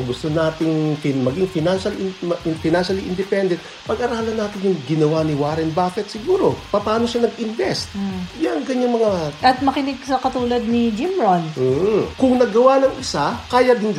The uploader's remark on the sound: Note there is a slight hissing sound in our audio, but otherwise still loud and clear. Hope you do not mind this slight technical glitch.